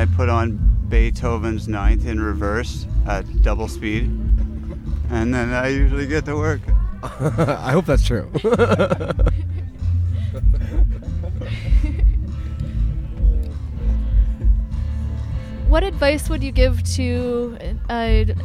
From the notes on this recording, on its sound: Stopped by The Dream Zine & GRadio.ca booth at North Country Fair.